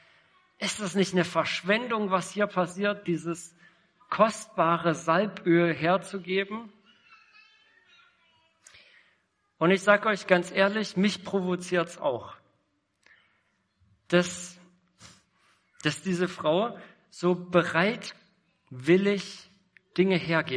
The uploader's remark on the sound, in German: Predigt im Rahmen des GreifBar+ Gottesdienstes